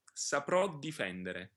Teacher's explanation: after saprò, you can hear that the D is a little bit longer, a little stronger. You can really hear the difference when you double that D. · Term: phrasal doubling